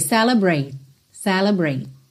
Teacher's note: Pode ser até que você nem ouça o T.